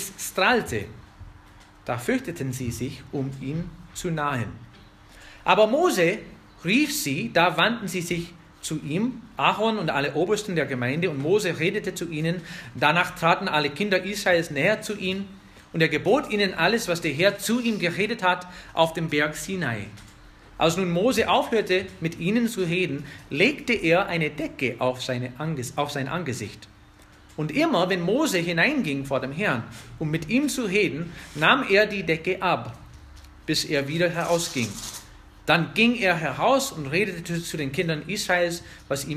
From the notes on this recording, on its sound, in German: Eine Predigt aus der FBG Oberpfraundorf